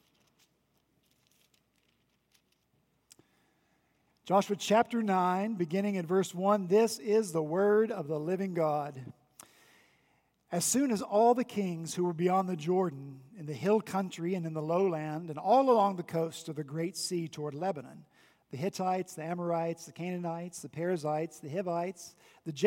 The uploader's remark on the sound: back in the pulpit this past Sunday, October 6, 2019, at Redeemer Presbyterian Church in Charleston, SC